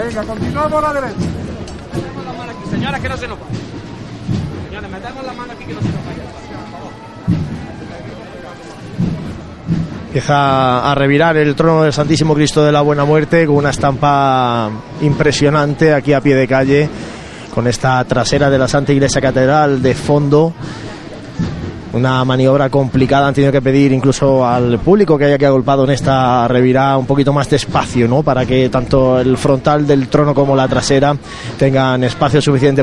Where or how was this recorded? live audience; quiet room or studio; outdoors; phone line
outdoors